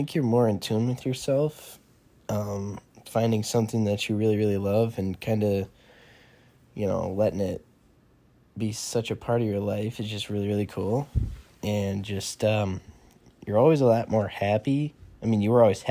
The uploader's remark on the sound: Apologies for any outside wind noise.